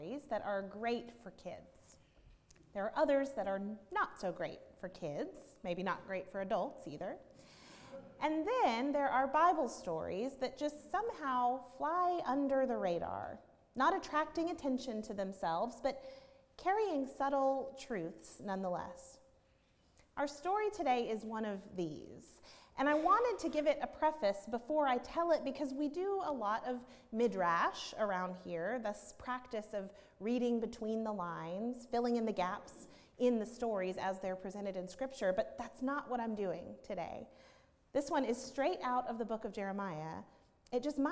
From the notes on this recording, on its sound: at Northminster Church on October 13, 2019